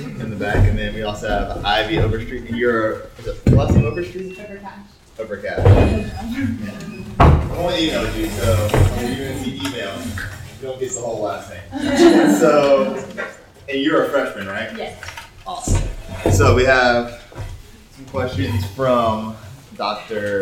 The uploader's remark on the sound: Parents Council 2019. It was a stimulating time of encouragement, insight and fellowship among Carolina parents. The first plenary address and audience discussion.